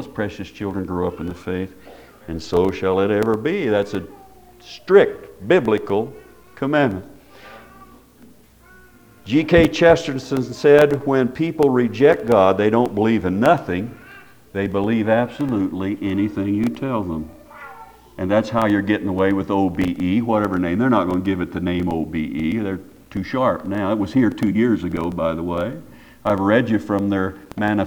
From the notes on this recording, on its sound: Preached at Paradise Valley Christin Church.